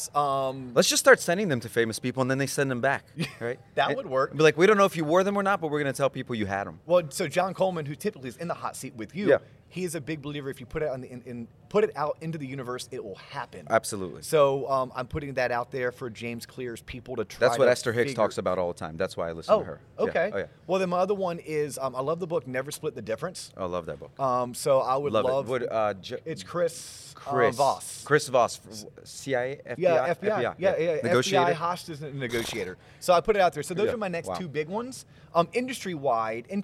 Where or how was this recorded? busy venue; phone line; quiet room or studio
busy venue